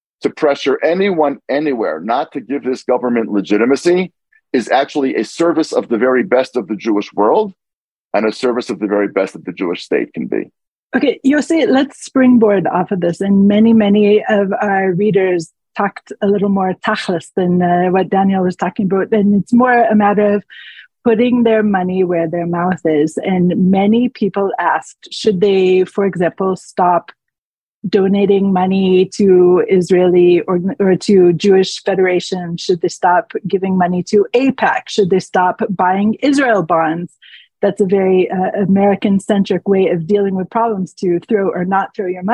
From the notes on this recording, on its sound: The Times of Israel hosted the trio this week in a webinar and this week’s What Matters Now episode is a very lightly edited recording of the event.